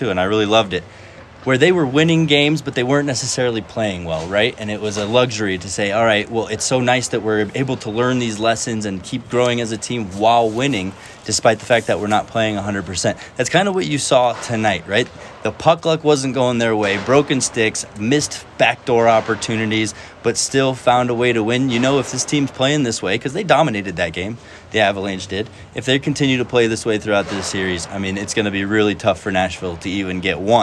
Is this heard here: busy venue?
yes